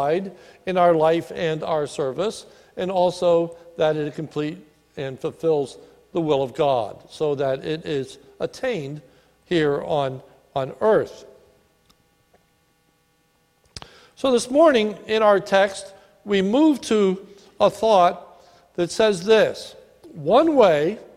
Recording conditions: large echoing room